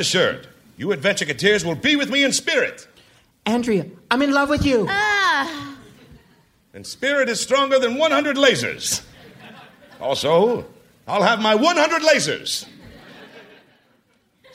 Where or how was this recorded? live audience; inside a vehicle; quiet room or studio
live audience